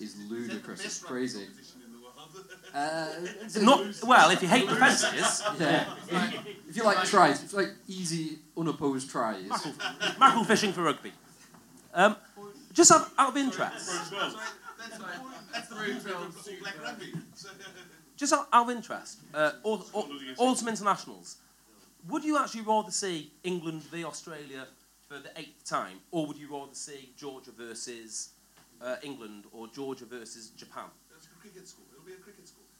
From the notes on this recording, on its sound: ROMANIA LIVE POD. Joined by over a hundred fellow eggchasers in Bucharest for our first live podcast. A well lubricated live audience that brought more than a few surprises of their own!